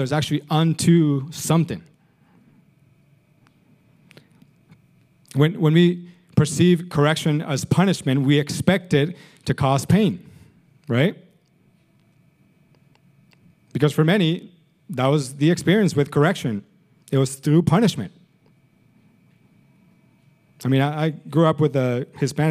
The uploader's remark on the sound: Recorded sunday evening service at Reunion Hawaii